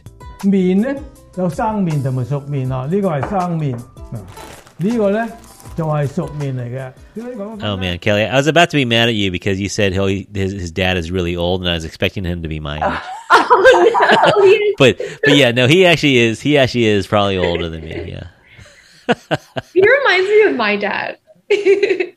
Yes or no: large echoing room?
no